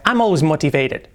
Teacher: hace la T como una R, casi